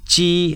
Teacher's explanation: Ji, high flat tone, means device.